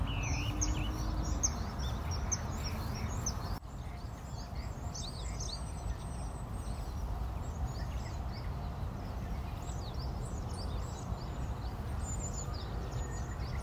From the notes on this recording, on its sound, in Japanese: 今朝はBGMなしで ウォーキング中の鳥のさえずりを収録してみました。